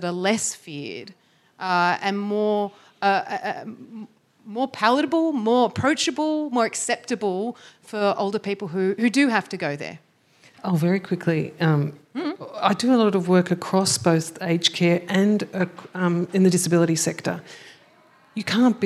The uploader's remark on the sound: a recent panel discussion that was given at the University of Technology Sydney